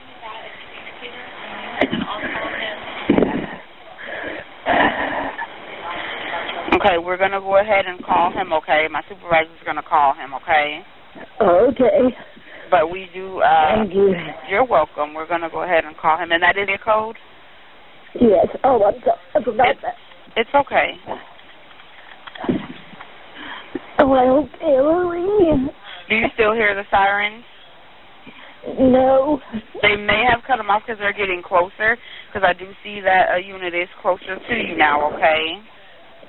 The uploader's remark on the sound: 911 call